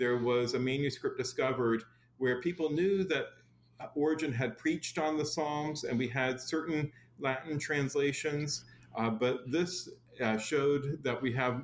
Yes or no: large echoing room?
no